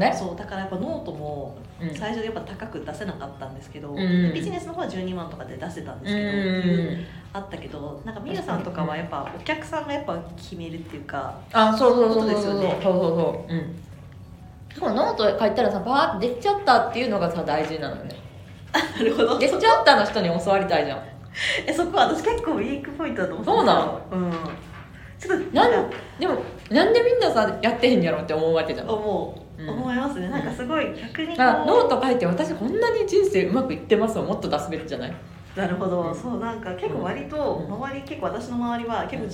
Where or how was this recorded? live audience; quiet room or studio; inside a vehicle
live audience